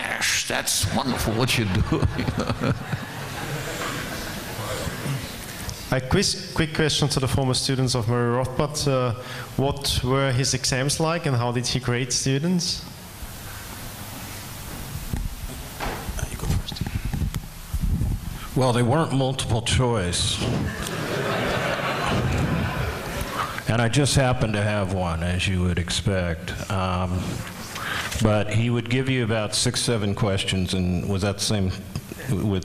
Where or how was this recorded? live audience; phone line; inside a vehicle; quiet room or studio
live audience